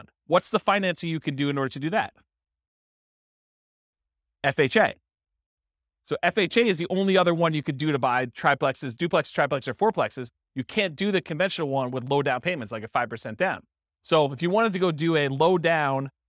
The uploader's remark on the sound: This was a live class recorded